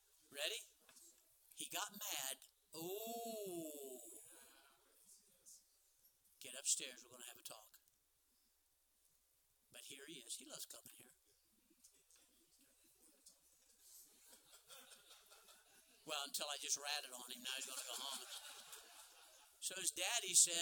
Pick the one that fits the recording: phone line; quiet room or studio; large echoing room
large echoing room